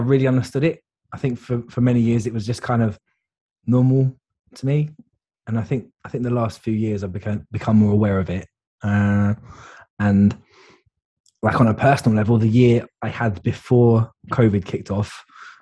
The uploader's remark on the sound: Recorded via Zoom